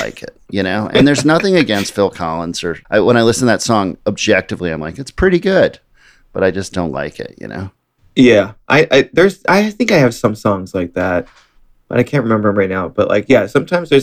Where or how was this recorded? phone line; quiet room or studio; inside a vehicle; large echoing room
quiet room or studio